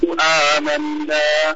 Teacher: gunnah musyaddah ya, ditahan dua harokat